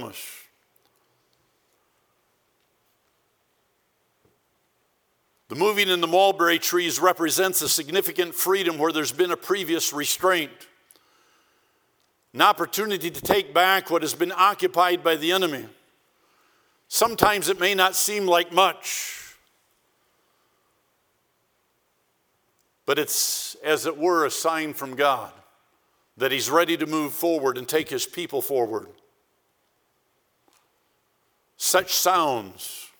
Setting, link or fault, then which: setting, large echoing room